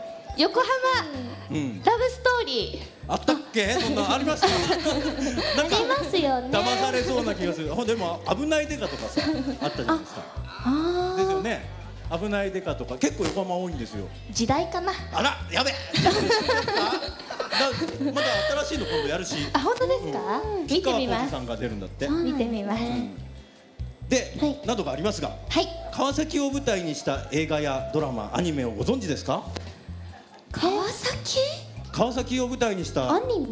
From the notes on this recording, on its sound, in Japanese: 川崎モアーズにて公開収録！